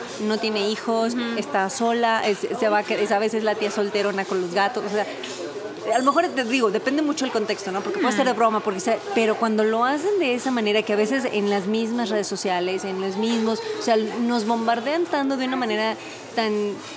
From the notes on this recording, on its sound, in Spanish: Esta vez bajo el ruido de un clásico dinner de la Ciudad de México, cubiertos, pláticas, meseras tomando la orden y mucha comida